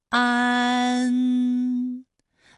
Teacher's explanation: 舌面前部与硬腭的前部闭合，使在口腔受到阻碍的气流从鼻腔里透出，口型由开到合，舌位移动比较大。